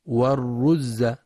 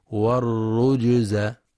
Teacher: ويخطئ بعضهم فيقرأ والرجز بإخفاء الجيم فتكون والرز، والصواب قلقلة الجيم والرجز · Shown in: second take